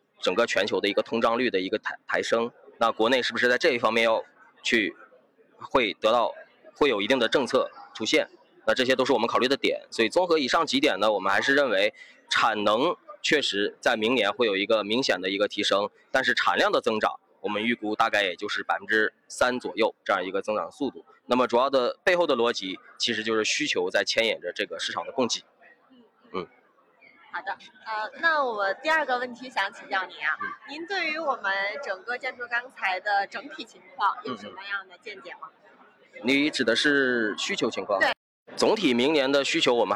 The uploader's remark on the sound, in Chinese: 今天是我的钢铁网的年会的同期会议专场，今天的会议现场宾客满满。下面来看看我们前线的记者发来的现场专场。